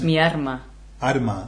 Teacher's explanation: in the south they make an R instead of an L.